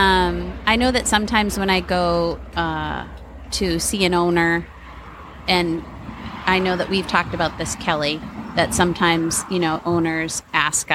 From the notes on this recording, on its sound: Today we recorded at the Dog Park!